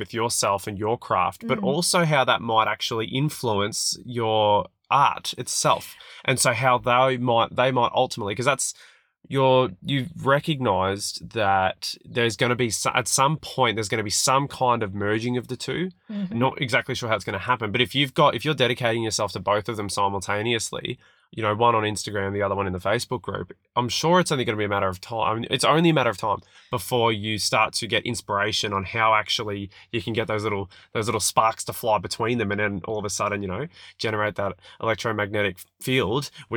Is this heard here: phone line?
no